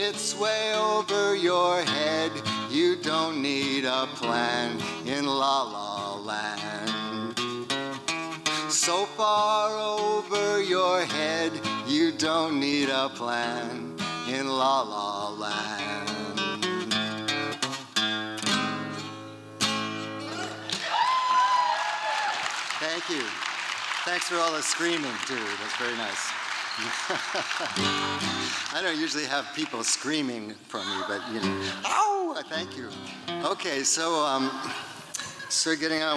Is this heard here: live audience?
yes